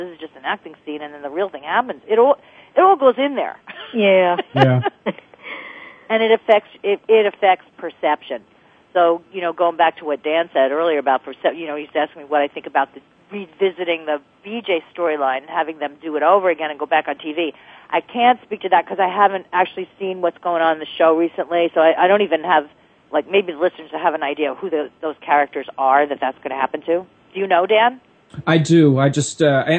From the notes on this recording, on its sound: Take calls from listeners who are seeking advice on relationships, parenting, pets, and more.